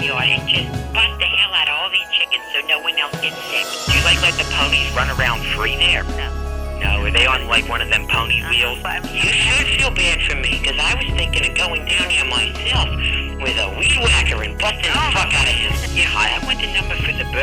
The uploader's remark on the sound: Prank Phone Calls